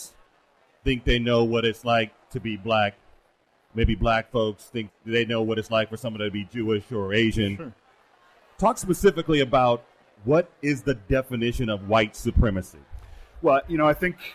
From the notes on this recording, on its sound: While on location in Nashville at NAIS' People of Color Conference.